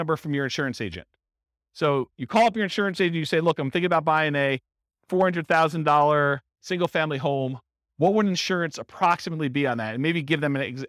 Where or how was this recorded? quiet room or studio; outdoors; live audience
live audience